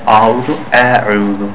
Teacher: Hamza is thin. In the bottom of the throat, and you pronounce it thin.